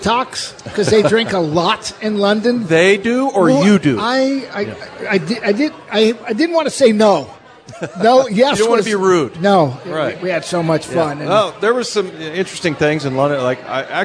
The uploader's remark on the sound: live at Pearl Bar and Dining in Bellevue's Lincoln Square